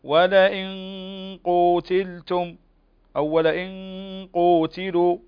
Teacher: الإخفاء الحقيقي، نون ساكنة وبعدها القاف، والقاف من حروف الإخفاء الحقيقي